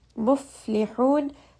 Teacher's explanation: Muflihun, fa is a letter of ham, so you are going to feel a little bit of that air. And then ha is going to be from the middle of the throat. And then this is going to be a four count.